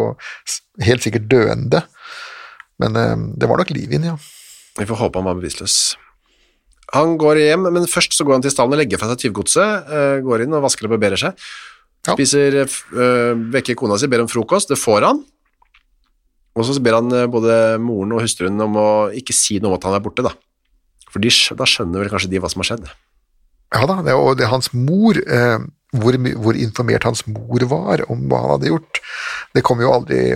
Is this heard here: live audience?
no